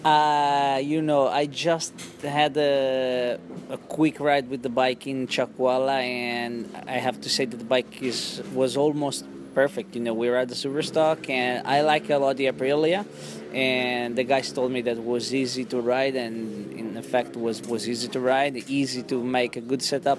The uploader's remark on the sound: at the COTA testing